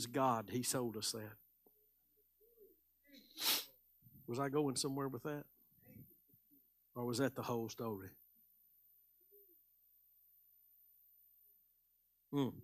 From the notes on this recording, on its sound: Live Sunday Morning Service